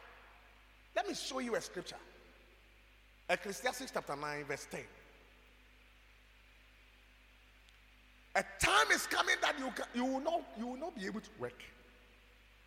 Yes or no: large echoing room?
yes